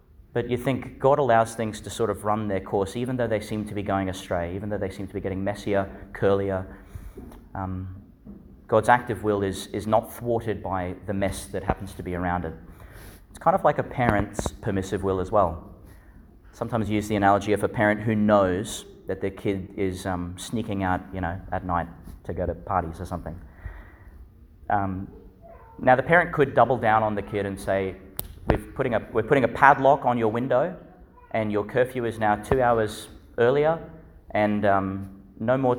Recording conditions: large echoing room